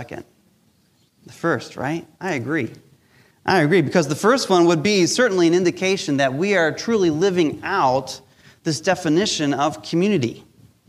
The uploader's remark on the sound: Recorded live during our Sunday Service